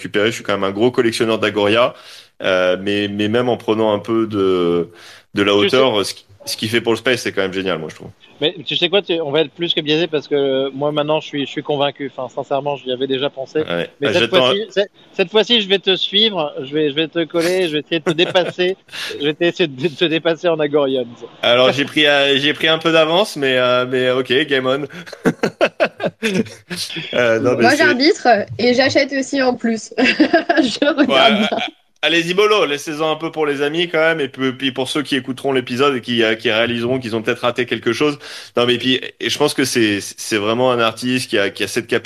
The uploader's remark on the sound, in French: Live depuis la Non Fungible Conference